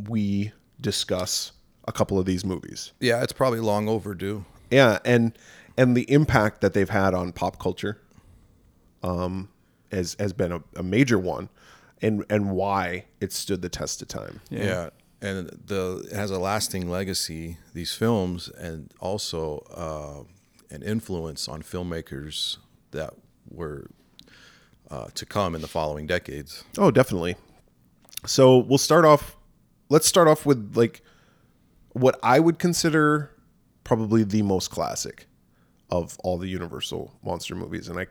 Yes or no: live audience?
no